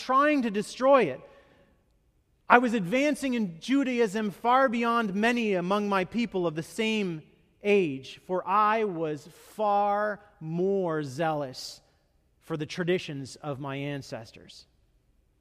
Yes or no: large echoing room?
yes